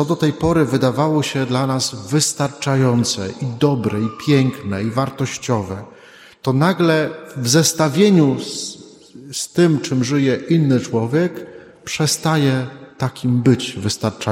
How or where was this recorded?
large echoing room